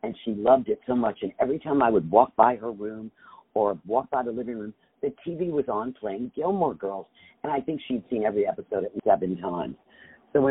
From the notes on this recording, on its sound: On the phone